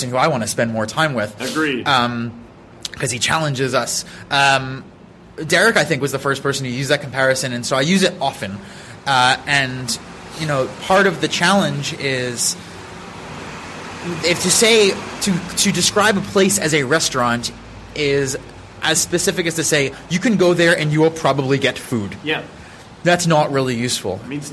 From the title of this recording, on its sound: Live from the Coworking Europe Conference